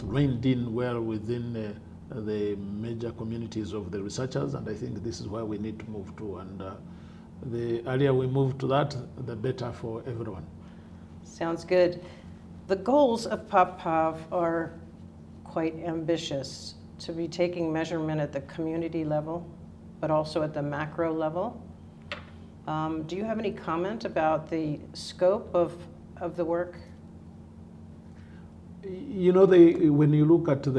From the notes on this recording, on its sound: At the 2014 PopPov Conference in Nairobi, Kenya